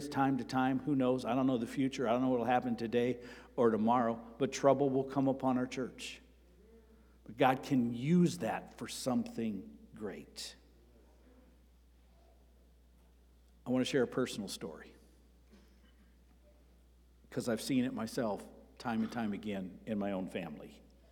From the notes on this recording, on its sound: Sermon preached on October 1 at Avondale Baptist Church